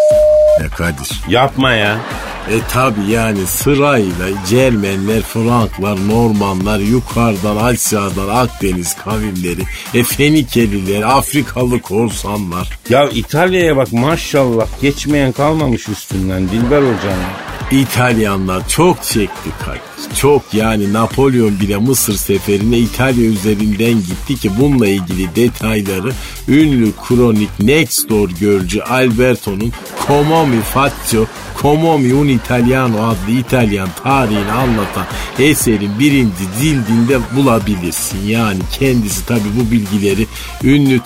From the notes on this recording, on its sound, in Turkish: Ork’lardan biri ile telefon görüşmesi.